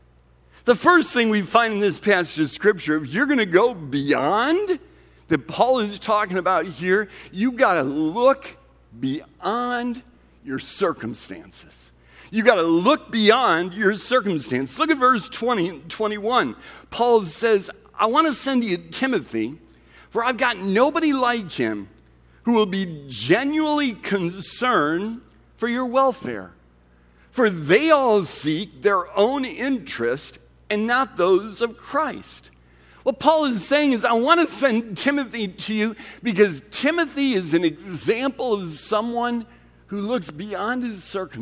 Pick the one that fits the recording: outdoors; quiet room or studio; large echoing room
large echoing room